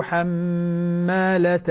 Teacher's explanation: لاحظ الغنة على الميم المشددة، ما أعطيتنا حقها، ما أعطيت الغنة حقها.